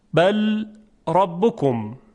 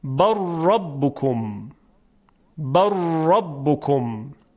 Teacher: چون مخرج لام و را نزدیک هم هستند، در قرب هم هستند، میگوییم ادغام متقاربین · Shown in: second take